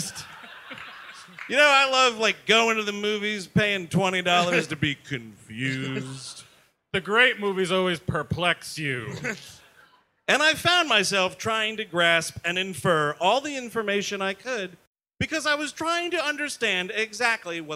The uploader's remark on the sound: Live at the Gramercy Theatre